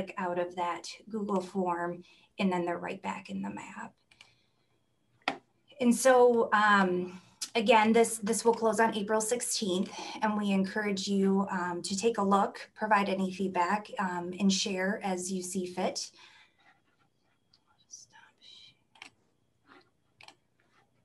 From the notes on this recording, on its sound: (Zoom meeting)